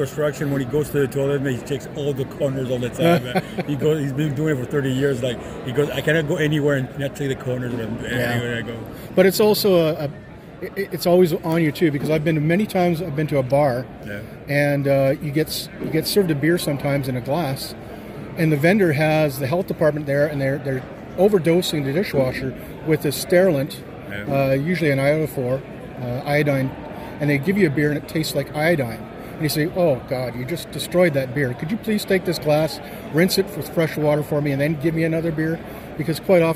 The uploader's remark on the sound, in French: Nous sommes au Canadian Brewing Awards Conference à Halifax.